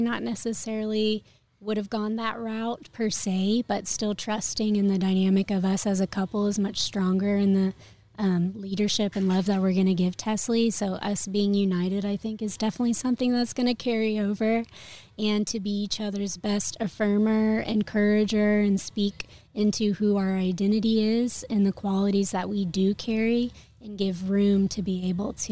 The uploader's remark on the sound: Recorded at Wheelers Western Outfitters